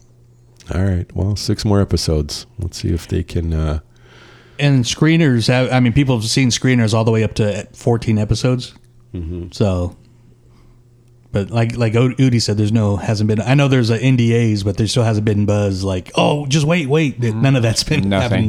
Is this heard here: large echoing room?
no